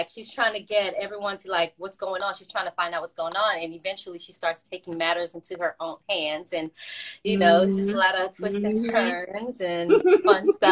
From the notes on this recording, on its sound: a special Instagram Live #WFH edition